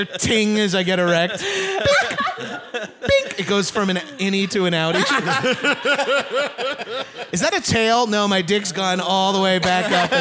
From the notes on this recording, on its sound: Recorded live at the YUKON COMEDY FESTIVAL.